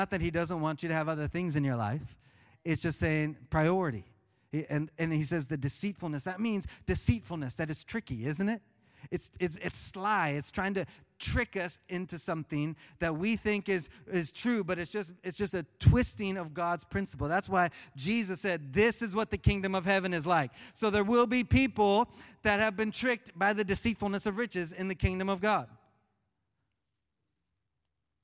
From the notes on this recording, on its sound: Live from Orlando, Florida